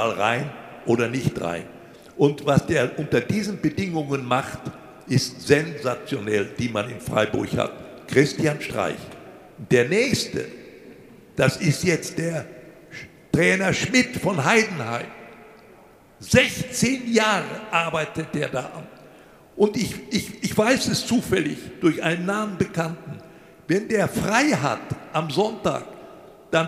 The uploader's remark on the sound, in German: Zum ersten Mal live auf der Bühne. In der Glashalle der Sparkasse Wuppertal vor mehr als 200 Gästen getalkt.